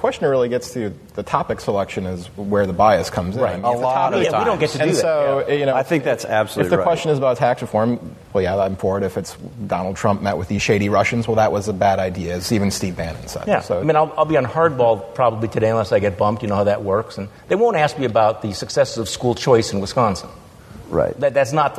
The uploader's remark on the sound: Live From the TWS Midwest Conservative Summit!